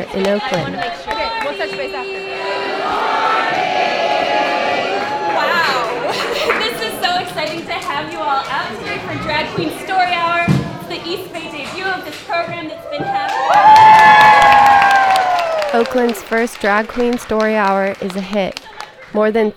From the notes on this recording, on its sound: In this Audiograph, we go to the San Francisco Library in Bernal Heights on a Saturday afternoon. It's packed with excited, brightly clad kids and caregivers here for story time.